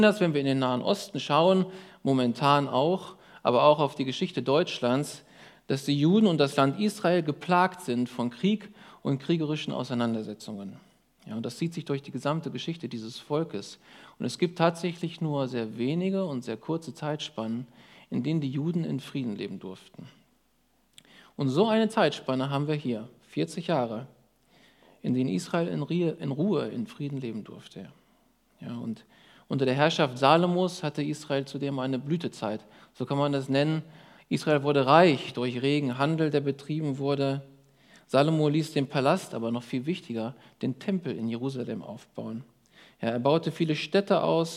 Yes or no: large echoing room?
yes